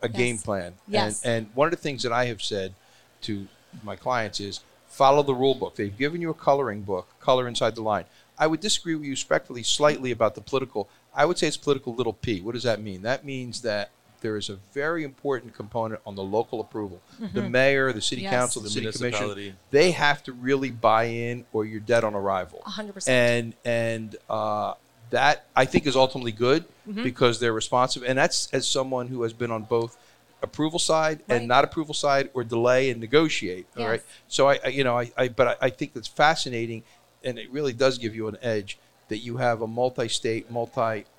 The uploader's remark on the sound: Recorded at MJUnpacked NYC